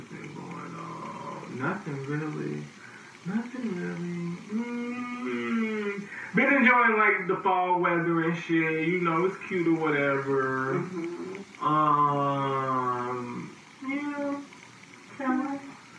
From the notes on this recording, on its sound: AUDIO MAY SOUND DIFFERENT ON THIS EPISODE.